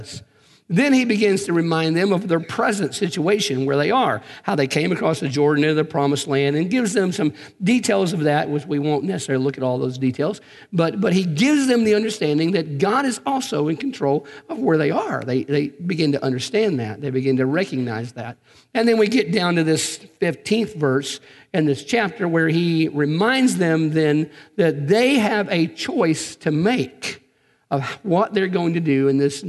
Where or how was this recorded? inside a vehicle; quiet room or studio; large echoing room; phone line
large echoing room